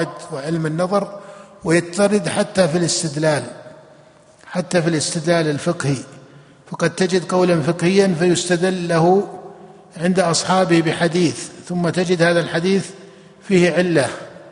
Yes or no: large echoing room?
yes